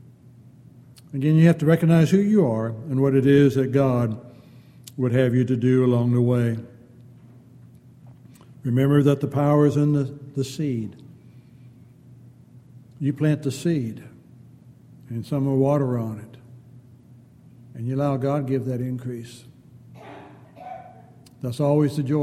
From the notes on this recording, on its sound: Downtown Church Of Christ Audio Sermon